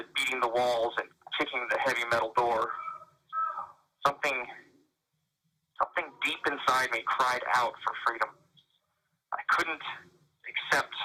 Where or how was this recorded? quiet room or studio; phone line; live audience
phone line